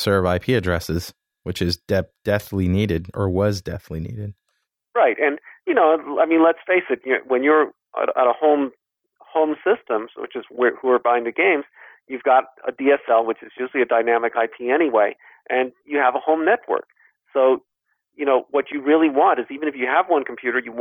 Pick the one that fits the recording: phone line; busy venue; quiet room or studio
phone line